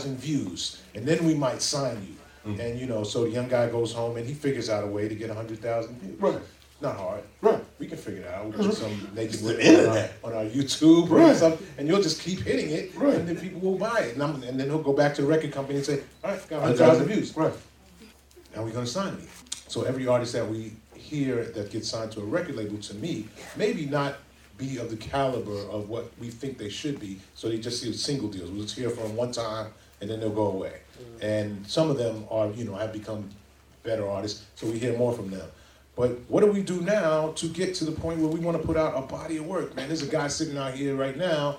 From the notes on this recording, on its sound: In front of a live audience at Queens Central Library.